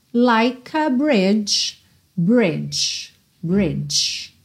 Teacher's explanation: porque o E do like não é pronunciado, ok? Então você já junta o K no A